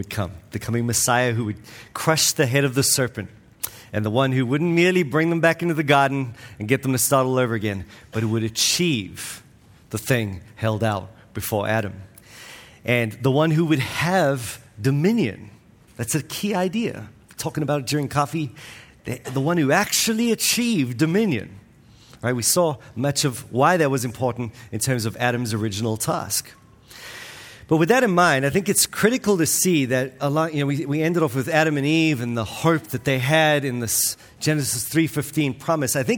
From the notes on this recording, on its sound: This week's episode is from the 2023 Pactum Conference, All Things New .